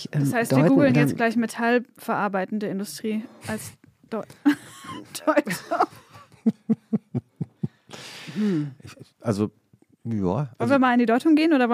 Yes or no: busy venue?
no